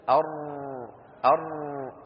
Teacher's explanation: التكرير هو ارتعاد طرف اللسان بالراء ارتعادا خفيا